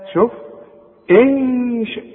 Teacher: هنخفي وهنغن والغنة بمقدار حركتين